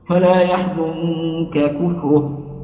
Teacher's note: النون أخفيت عند الكاف فانتقل مخرجها من اللسان إلى الخيشوم، فيصعب التشديد بعدها هيكون فيه ثقل، فلذلك امتنع الإدغام.